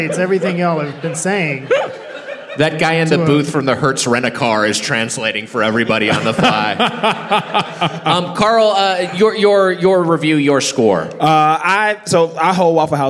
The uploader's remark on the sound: Recorded live at Stand Up Live Huntsville on April 10, 2019.